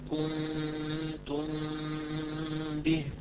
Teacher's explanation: نون ساكنة بعدها باء أو حتى ميم ساكنة بعدها باء تقرأ إن شاء الله عز وجل بنفس الكيفية، طبعا مع إطباق الشفتين إطباقا خفيفا، لا ننسى الغنة حركتين · Term: إخفاء الميم